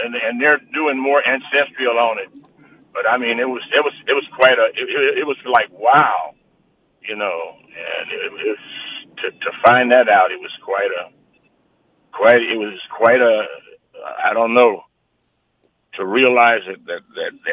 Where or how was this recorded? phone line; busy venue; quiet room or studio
phone line